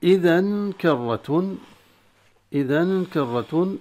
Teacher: إخفاء التنوين في إذن عند الكاف بغنة، والإخفاء حالة بين الإظهار والإدغام.